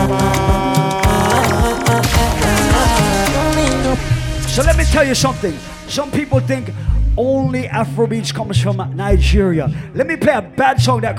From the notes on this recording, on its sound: Live audio recording of my set at island saturdays on oct 23rd